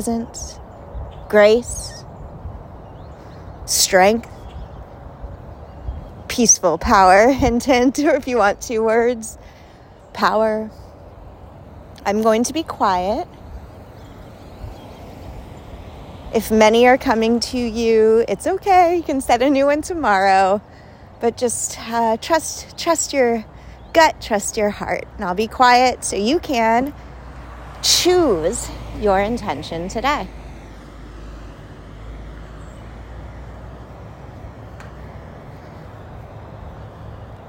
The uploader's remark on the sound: Walk with me! Let’s walk and talk.